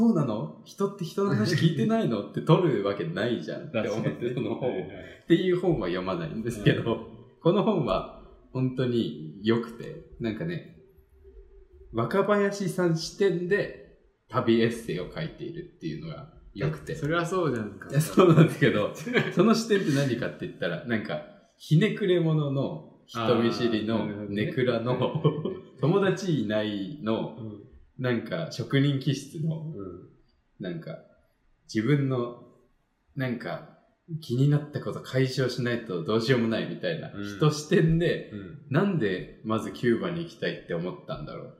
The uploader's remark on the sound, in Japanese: 今回はいつもと違う環境での収録なので、少しばかりエコー味があります。